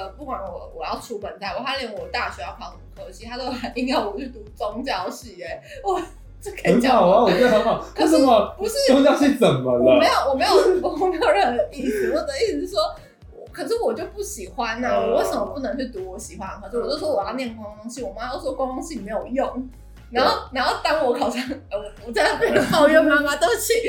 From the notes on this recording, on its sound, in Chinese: 首錄音質不佳請見諒